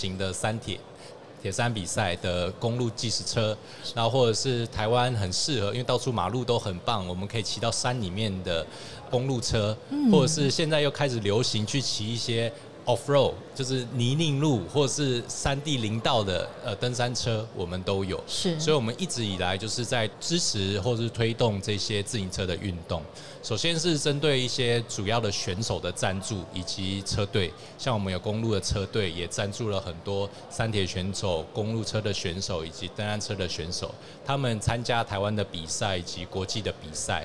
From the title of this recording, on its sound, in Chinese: 2022 Taipei Cycle台北國際自行車展-Live Podcast